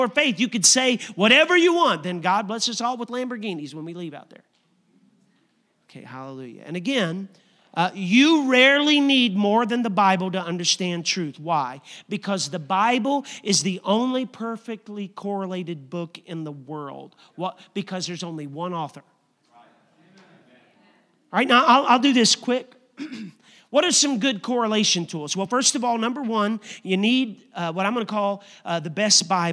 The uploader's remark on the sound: a service recording from Connect Point UPC